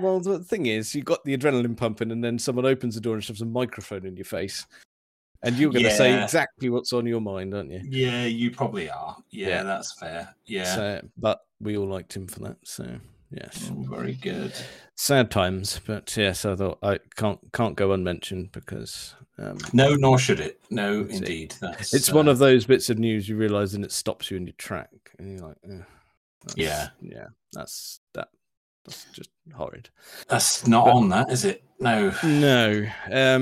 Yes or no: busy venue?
no